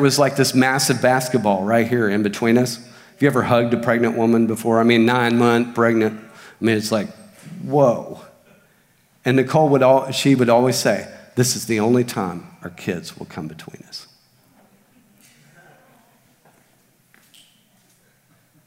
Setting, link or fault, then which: setting, large echoing room